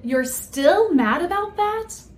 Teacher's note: you can tell that I'm expressing surprise because I use the adverb still and I place stress on it